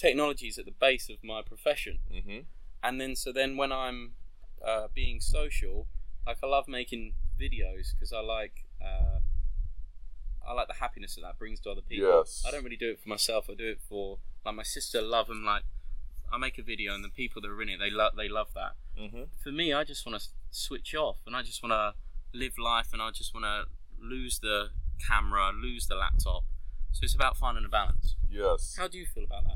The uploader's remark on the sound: Please forgive me because we decided to record outside and I forgot to bring my wind protection gear for my voice recorder. You will notice heavy wind from time to time.